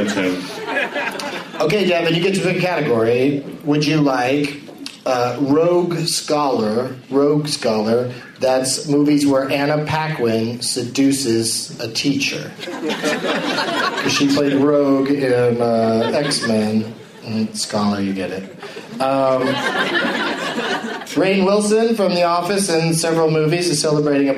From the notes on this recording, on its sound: against audience members at the Punch Line in Sacramento